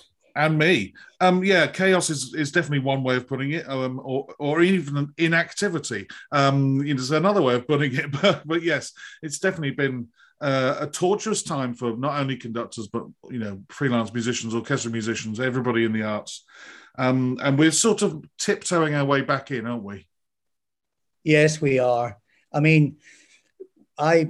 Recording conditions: video call